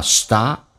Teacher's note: One moretime，Stop， P 不发音，这叫略音，但是气流要阻塞一下，因为 P 辅音前面是一个元音，叫 Stop。